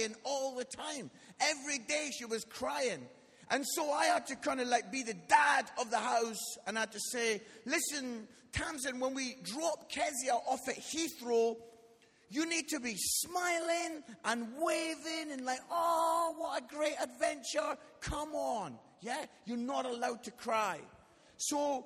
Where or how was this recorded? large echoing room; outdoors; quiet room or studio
large echoing room